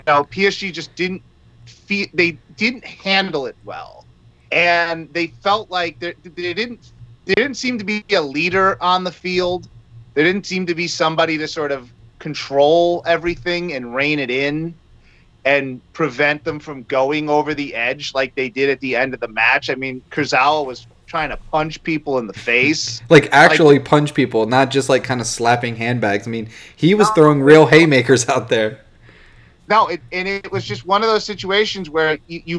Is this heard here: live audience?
no